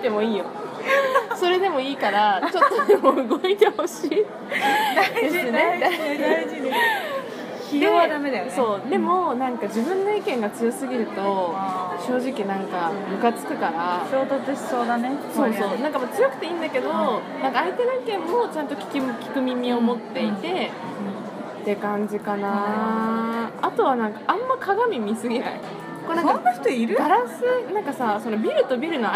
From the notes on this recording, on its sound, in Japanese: スタバで話してたから雑音が…